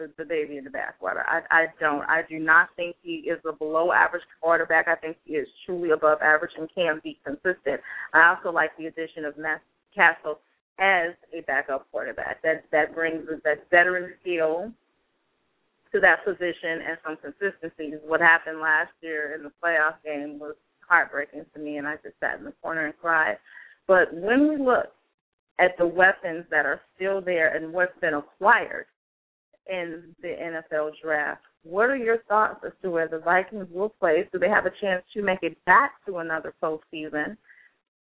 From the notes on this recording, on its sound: We will take opinions of passionate fans as they call in and give the many reasons why their favorite team is a contender for the big game this season.